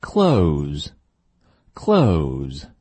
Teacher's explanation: 这是双元音 O，先从 a 开始到 u